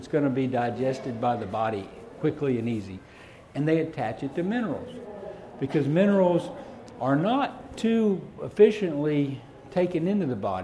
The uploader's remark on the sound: Mineral Wise and Salt Poor (Fall 2017 Equine Affaire). Seminar/Discussion recorded live from the Fall 2017 Equine Affaire in Springfield MA.